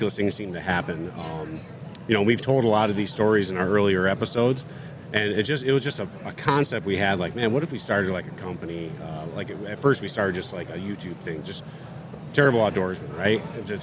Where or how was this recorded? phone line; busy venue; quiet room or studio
busy venue